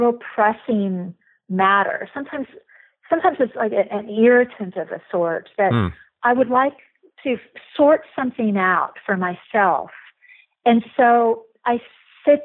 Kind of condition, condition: link, phone line